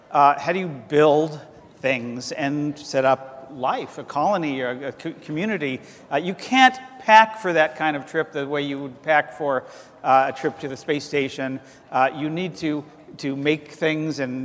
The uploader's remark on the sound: The best of live interviews from GreenBiz events.